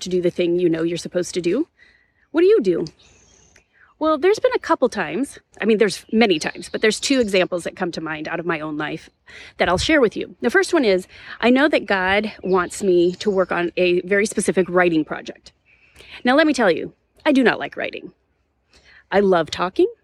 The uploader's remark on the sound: This was recorded on location in a nearby arboretum, so the sound quality may or may not be slightly different than our other episodes. Enjoy the birds and the breeze!